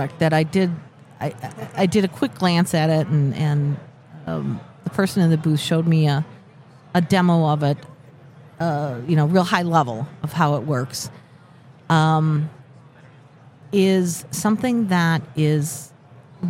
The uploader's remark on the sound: Live at the HR tech 2022 conference. We're bringing everything back to our roots at this HR Tech conference.